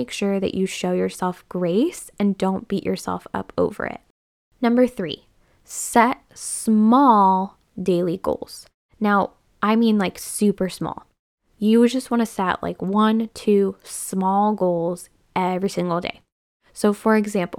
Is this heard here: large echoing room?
no